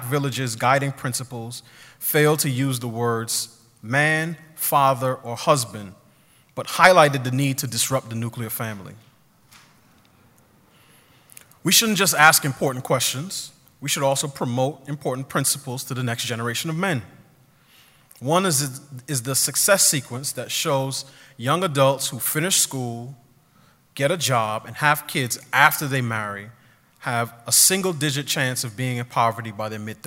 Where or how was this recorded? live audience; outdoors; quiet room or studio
live audience